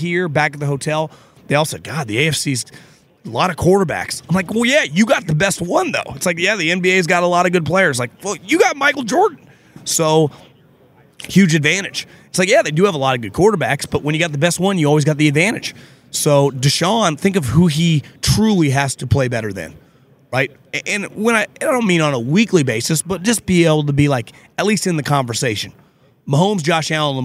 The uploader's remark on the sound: Live from the NFL Combine